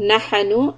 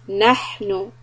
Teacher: make sure that there is no bouncing or fatha or dhamma sound · Shown in: second take · It is not نَحَنُ، it's نَحْنُ.